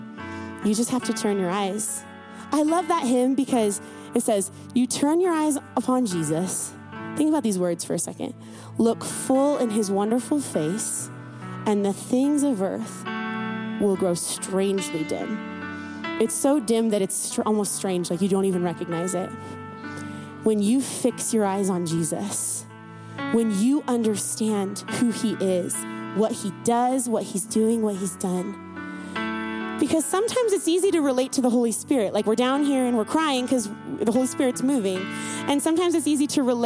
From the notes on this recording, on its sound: CYA WINTER CAMP 2022. Recorded Live at Faith Heights, Donelly Idaho.